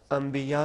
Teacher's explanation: नून साकिन तनवीन को मीम में तब्दील कर देते हैं। जहाँ पे नून साकिन या तनवीन के बाद हर्फ बा आ जाए, सिर्फ हर्फ बा, नून साकिन तनवीन के बाद हर्फ बा आ जाए, वहाँ पे नून साकिन तनवीन को मीम में तब्दील कर जी देंगे। · Term: इकलाब